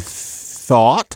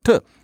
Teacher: You're putting your tongue between your teeth, fricative. · Shown in: first take · Okay. Well, suppose you just stop instead, and so tuh.